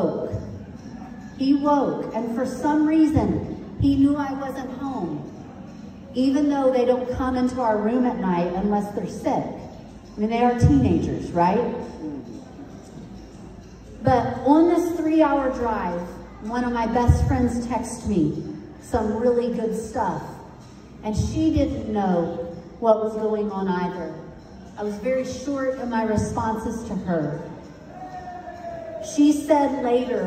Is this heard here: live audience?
yes